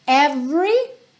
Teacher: Every, sem o E do meio ser pronunciado